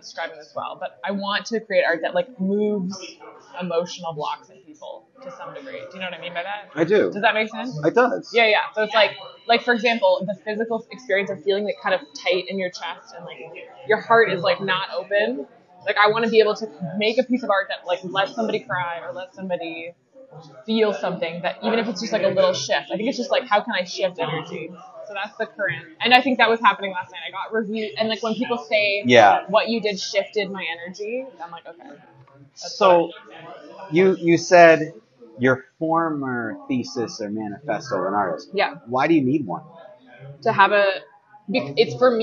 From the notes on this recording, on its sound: This episode is "on the road" at Pan Chancho Bakery & Cafe in Kingston, Ontario.